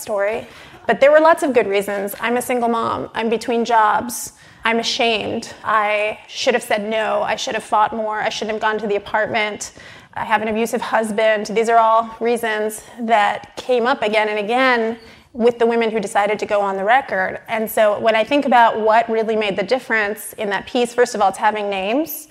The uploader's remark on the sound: recorded November 30 at Business Insider's annual IGNITION conference